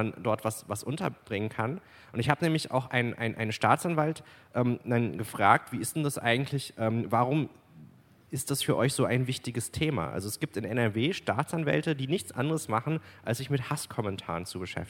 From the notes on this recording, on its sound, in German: Im RP-Zelt beim Campfire-Festival in Düsseldorf.